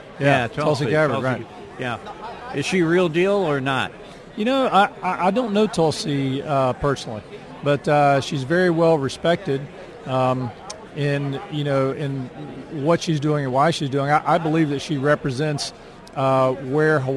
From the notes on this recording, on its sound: CPAC Day 1. Live from the Gaylord National Harbor in Washington D.C.